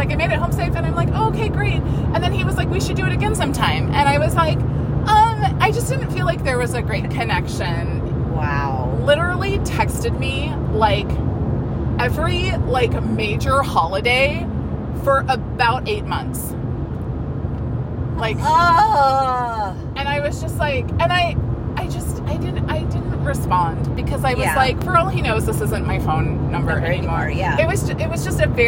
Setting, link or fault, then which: setting, inside a vehicle